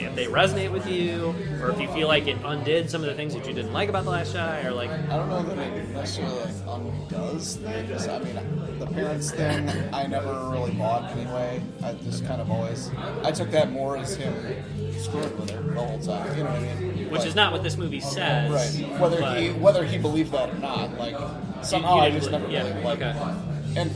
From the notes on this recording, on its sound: terrible audio quality and terrible blues music pumped your way from a recording done at a local bar